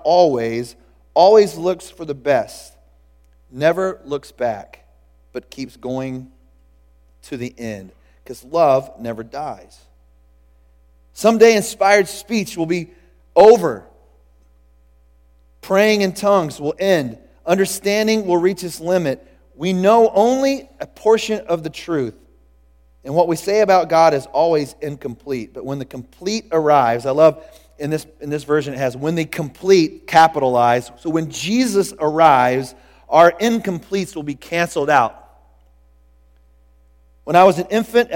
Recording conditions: large echoing room